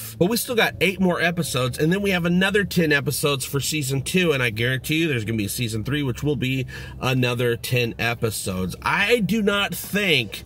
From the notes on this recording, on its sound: Review From My Car. Blue Yeti Mic.